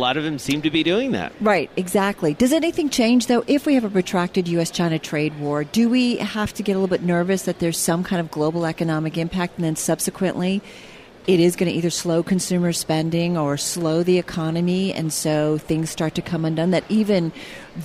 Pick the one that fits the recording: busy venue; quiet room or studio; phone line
busy venue